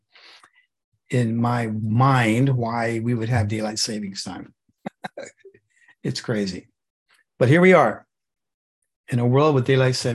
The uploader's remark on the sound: The shows are now all hosted on Zoom.